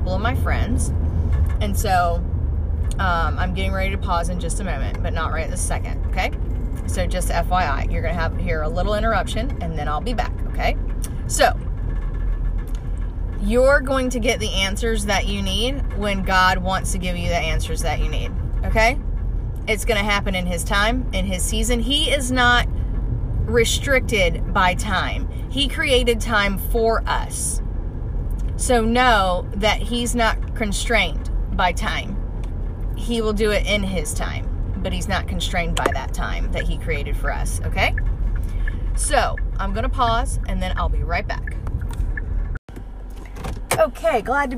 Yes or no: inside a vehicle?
yes